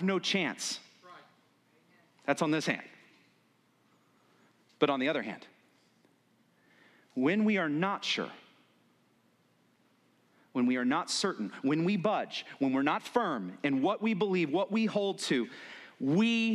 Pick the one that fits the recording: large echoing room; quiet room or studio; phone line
large echoing room